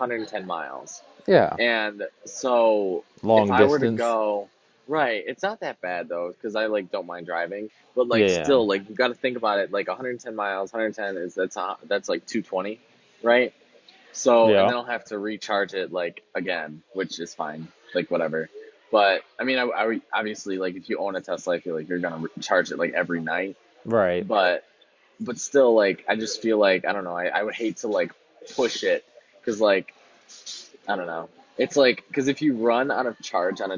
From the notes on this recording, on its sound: records live from LA at a Starbucks